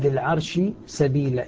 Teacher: إدغام الشين في السين · Term: الإدغام